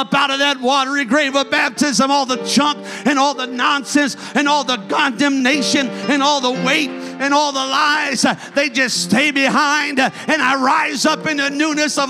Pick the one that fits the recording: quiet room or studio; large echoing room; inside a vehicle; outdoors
large echoing room